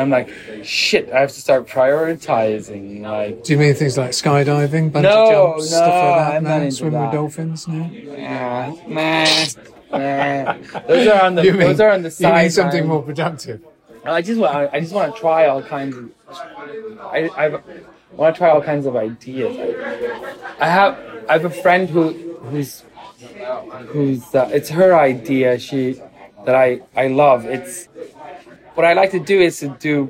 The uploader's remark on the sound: At the Global Innovation Forum, London. Get out of the studio (well, one of them does) to have a nice, cosy fireside chat in a London pub. As the beer flows.